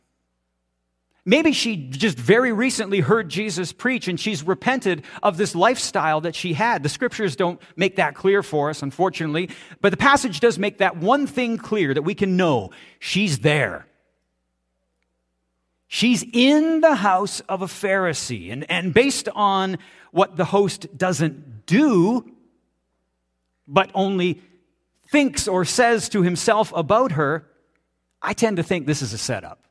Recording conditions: large echoing room